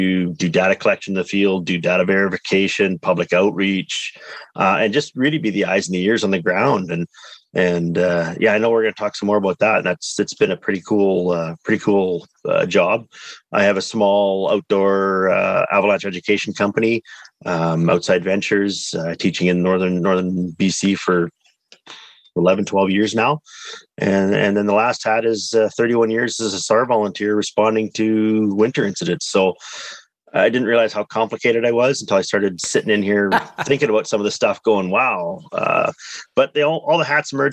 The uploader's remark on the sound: on a Zoom call